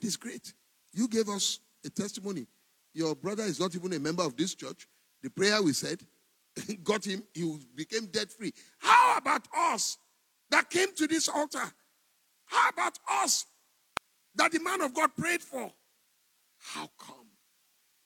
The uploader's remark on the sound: Recorded LIVE at our MidWeek Interactive Service